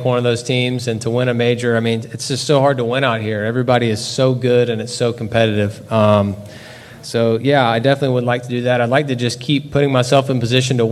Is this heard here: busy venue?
yes